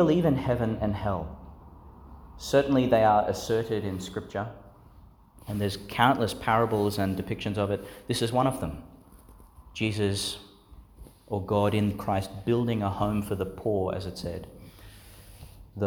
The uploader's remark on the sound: delivered in St Agnes Church, Agnes Waters, Qld.